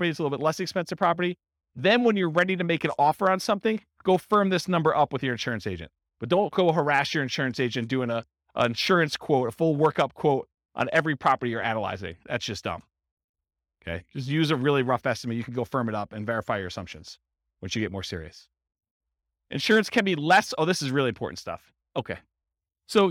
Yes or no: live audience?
yes